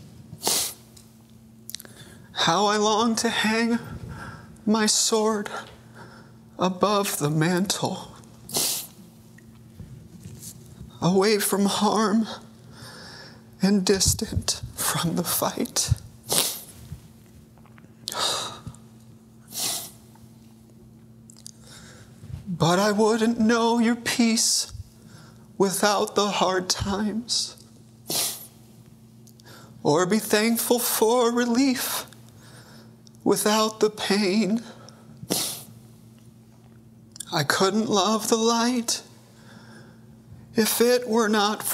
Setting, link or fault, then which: setting, large echoing room